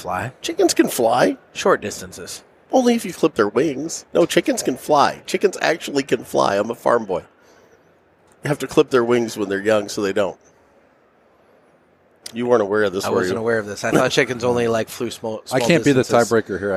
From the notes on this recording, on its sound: Coming to you from the show floor of TPE 2021.